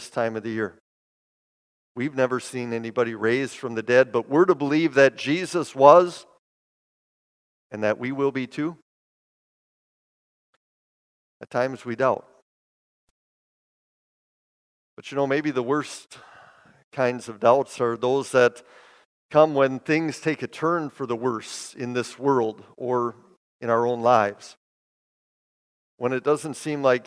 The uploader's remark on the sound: Bethany, Appleton, WI. Preached this sermon at Bethany's Sunday worship.